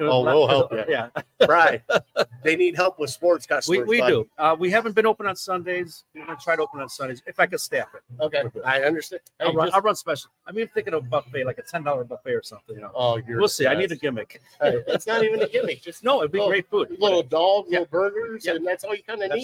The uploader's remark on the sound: Live At Gino's